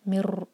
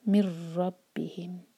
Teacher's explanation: ادغام بغیر غنہ کا، اور خیال رہیں کہ یہاں پر ایک سے زیادہ تکرار نہ ہو · Shown in: second take · مِر نہیں پڑھنا، مِن رَبِّهِمْ.